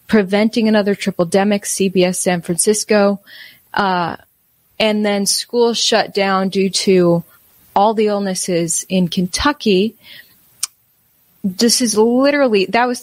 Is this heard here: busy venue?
no